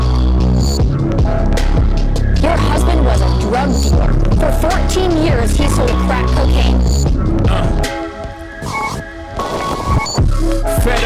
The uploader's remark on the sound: Originally broadcast live on July 18, 2016 from the storefront of The Late Late Bar on Houston Street in New York City.